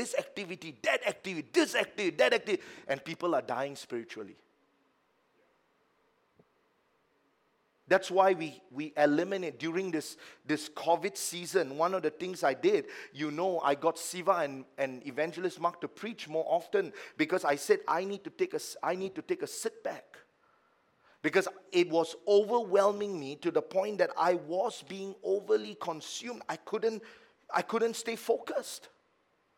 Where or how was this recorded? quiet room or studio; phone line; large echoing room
large echoing room